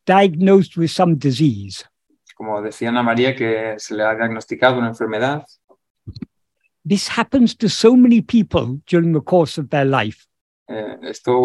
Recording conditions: video call